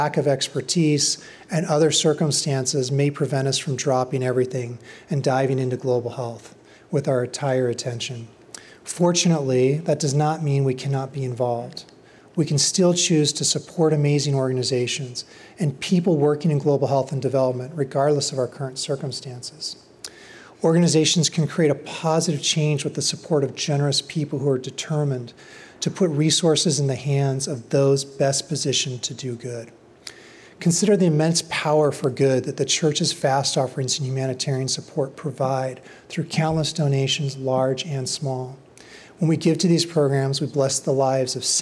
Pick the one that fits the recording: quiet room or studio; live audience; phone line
live audience